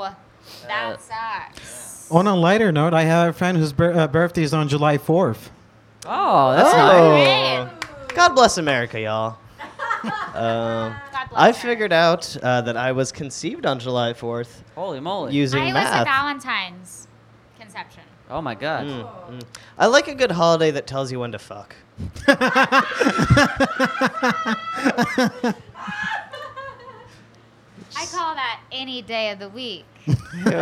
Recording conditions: live audience